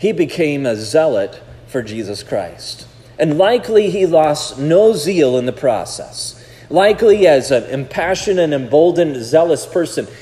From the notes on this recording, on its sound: This sermon was preached at Providence Church